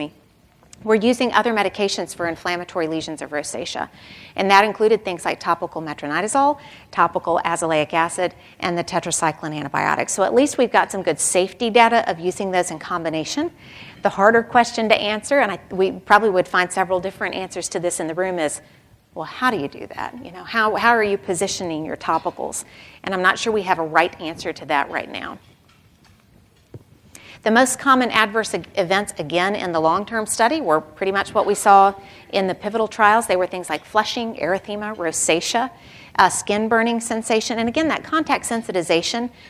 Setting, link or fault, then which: setting, live audience